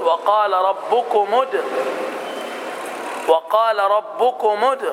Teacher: أما في حال الوصل فأسقطت الهمزة، فقلت: وقال ربكم ادع، وقال ربكم ادع، أسقطت الهمزة لأنها تنطق في الابتداء وفقط. · Term: همزة الوصل